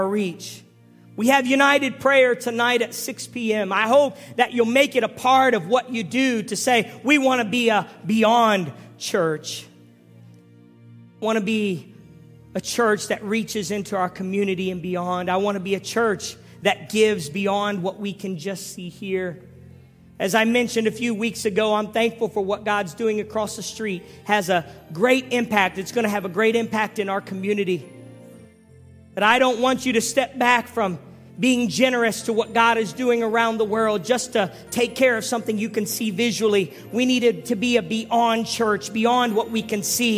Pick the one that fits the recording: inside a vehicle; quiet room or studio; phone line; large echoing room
large echoing room